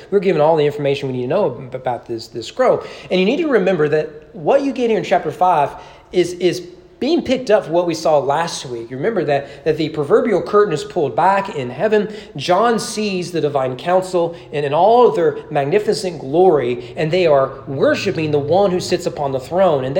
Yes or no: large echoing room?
yes